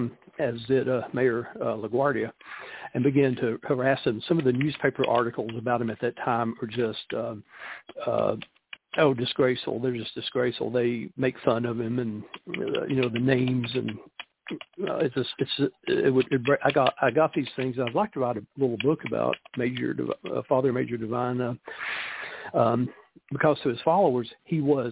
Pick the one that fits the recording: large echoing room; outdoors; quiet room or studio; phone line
phone line